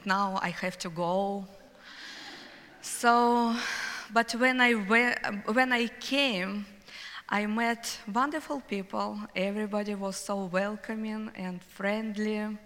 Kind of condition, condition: setting, live audience